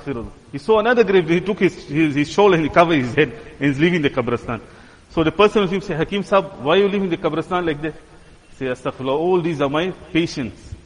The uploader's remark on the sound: Jumuah lecture